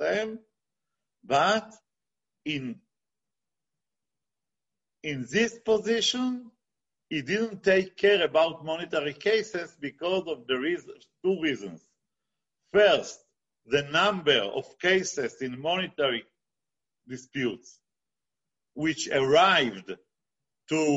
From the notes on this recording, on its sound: this ZOOM presentation